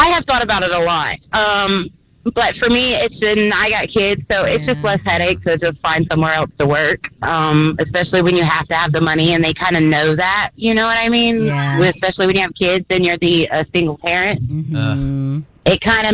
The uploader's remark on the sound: called in to get advice